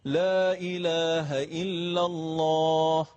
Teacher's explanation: مد منفصل رو طبیعی بخونیم، یعنی دو حرکت معمولی